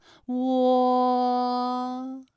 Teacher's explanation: 我们的唇形始终是圆形的，舌位的动程呢是由高到半高，在归音的时候呢是要弱收到位的